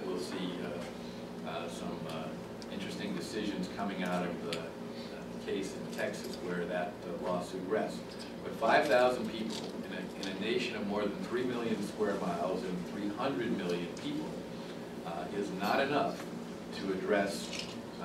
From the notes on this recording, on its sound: appeared before a luncheon meeting of The Ripon Society